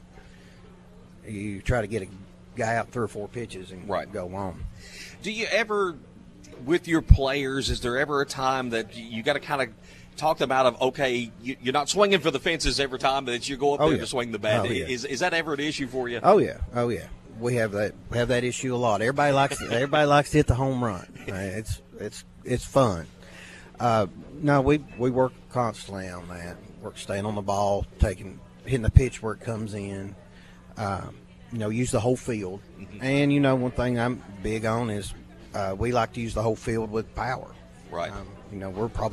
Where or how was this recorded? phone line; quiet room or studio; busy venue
busy venue